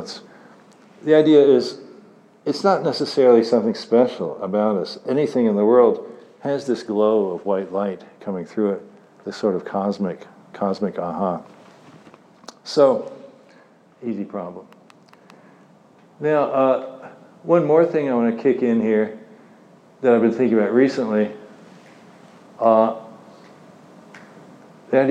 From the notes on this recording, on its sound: Talk at IOHK Summit conference in Miami Beach.